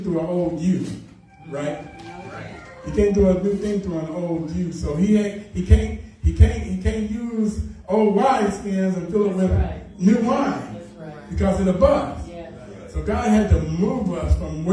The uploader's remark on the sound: Sunday Morning Service.